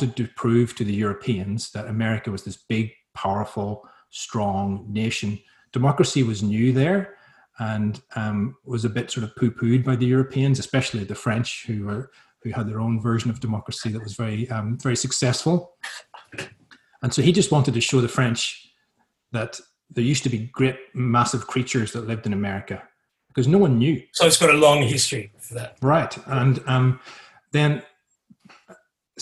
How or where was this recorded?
video call